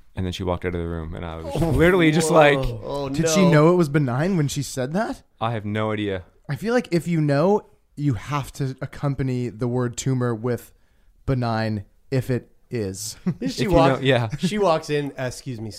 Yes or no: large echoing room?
no